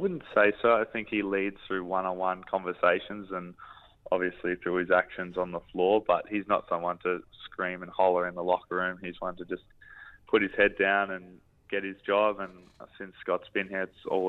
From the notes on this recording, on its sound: on the line